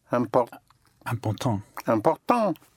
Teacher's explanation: ENT and ANT is pronounced ang